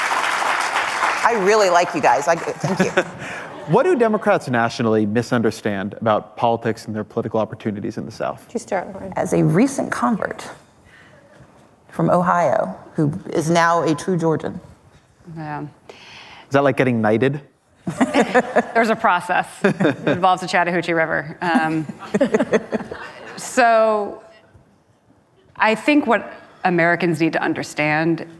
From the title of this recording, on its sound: Live at Code 2019